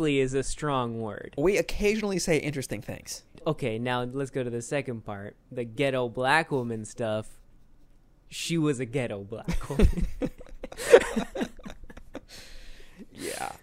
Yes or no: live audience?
no